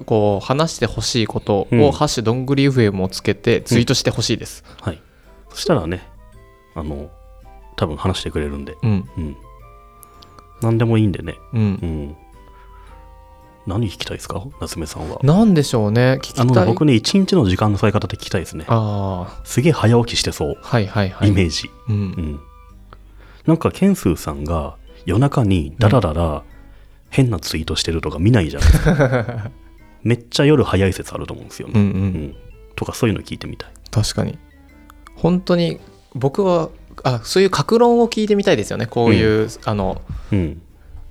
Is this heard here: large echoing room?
no